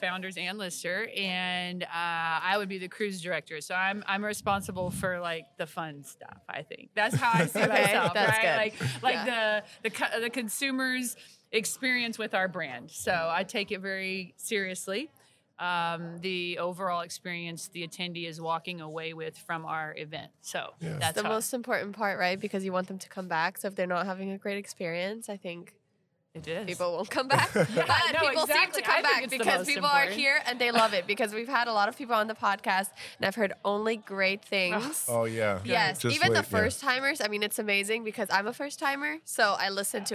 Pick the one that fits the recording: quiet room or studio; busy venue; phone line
busy venue